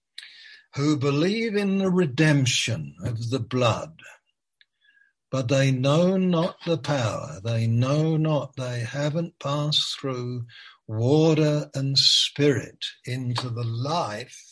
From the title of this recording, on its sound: Malaysia Meets (Zoom)